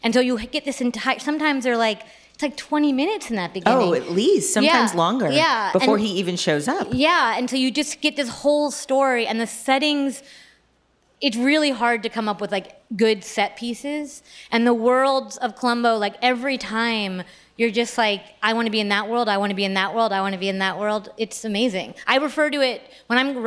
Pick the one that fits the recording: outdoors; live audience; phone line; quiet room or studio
live audience